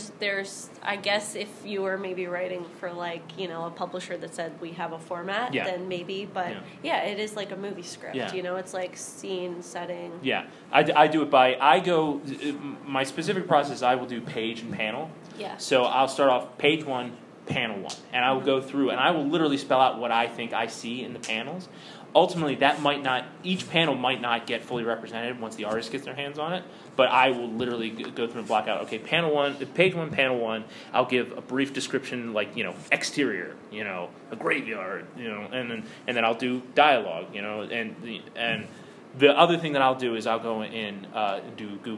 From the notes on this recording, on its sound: Harford County Public Library Comic Con panel